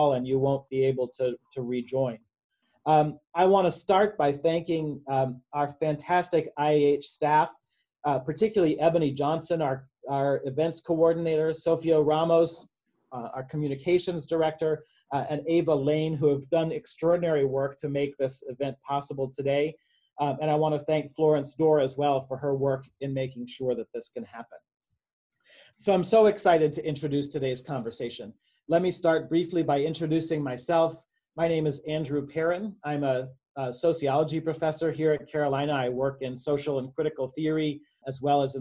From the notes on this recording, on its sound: Recorded on May 20, 2020 as part of the IAH's Zoom Talks Series.